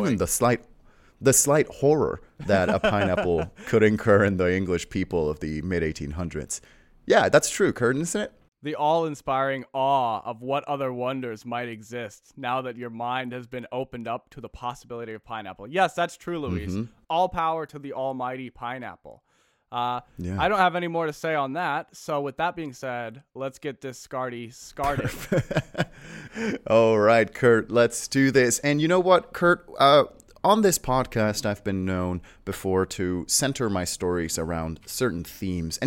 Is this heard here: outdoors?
no